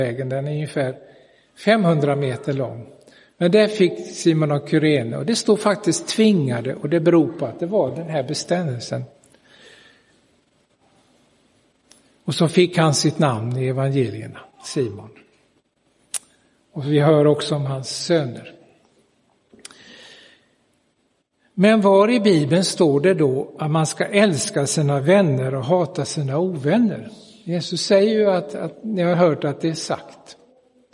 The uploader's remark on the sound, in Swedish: Inspelad i Roseniuskyrkan den 11 september 2022.